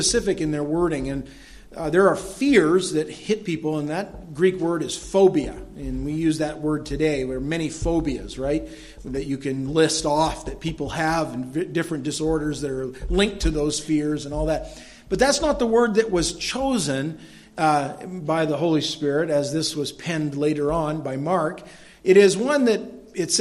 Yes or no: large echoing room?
yes